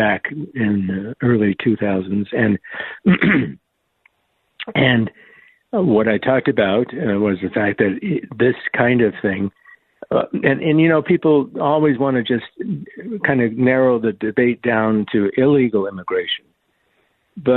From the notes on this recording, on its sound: open phone lines